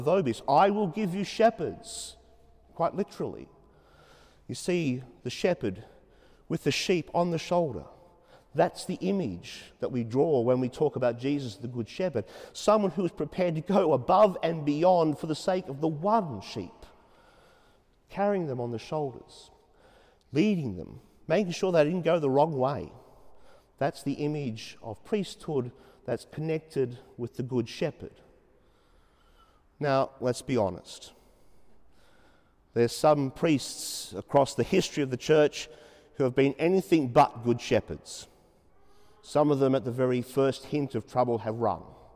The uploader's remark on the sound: 30pm Saturday evening Mass in Sacred Heart Cathedral, Hamilton.